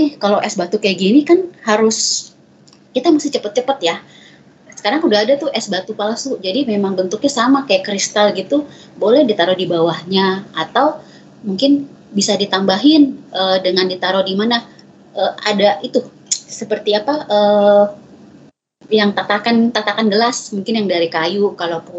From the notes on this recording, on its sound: Audio : WEBINAR.